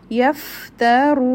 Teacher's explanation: roon heavy two or four or six haraka long